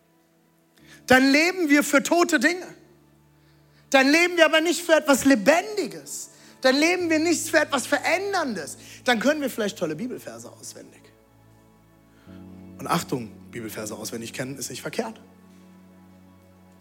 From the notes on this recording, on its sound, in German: Audiomitschnitt der Predigt.